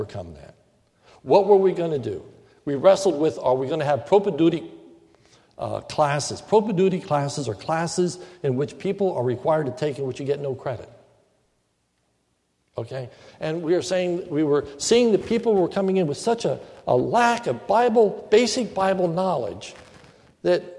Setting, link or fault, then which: setting, large echoing room